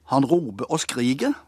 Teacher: der er r-en vekke overalt i slutten